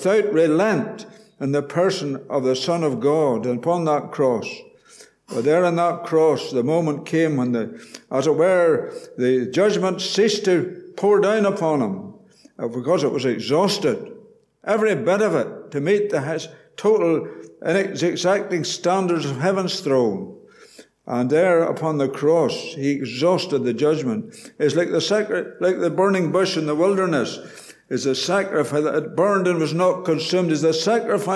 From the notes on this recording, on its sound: Gospel Audio from Ballyclare Gospel Hall